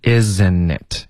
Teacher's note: 它的实际发音是 isn'tit，OK， isn't it 是 isn'tit， isn't 的特会省略